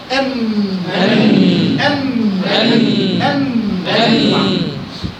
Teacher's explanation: رأس اللسان هيروح في أول لحم بالضبط بعد الثنيتين، بشرط إنك وأنت ملتصق برأس اللسان لا يلمس العظمتين بتاع الأسنان، ما يلمسهمش. · Term: صوت النون